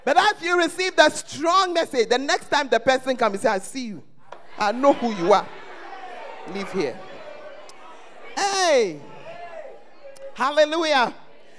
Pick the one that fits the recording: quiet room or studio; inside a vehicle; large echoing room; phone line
large echoing room